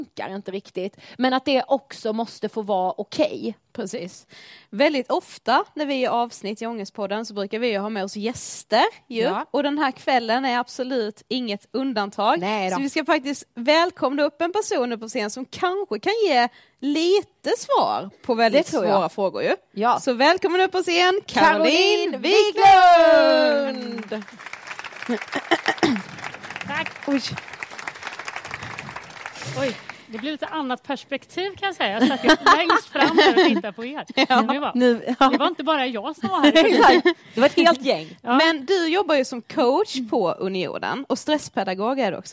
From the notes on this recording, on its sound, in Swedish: Livepodd inspelad hos Unionen Göteborg den 11/4-19.